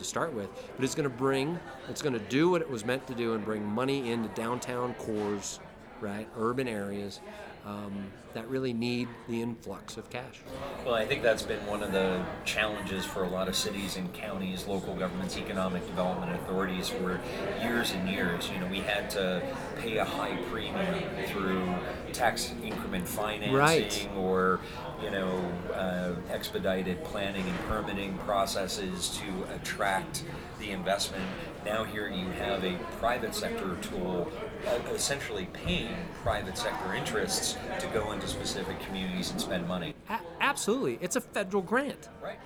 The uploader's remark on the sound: Speaks with presenters and special guests at the Northern Nevada Opportunity Zone Summit in Reno, NV.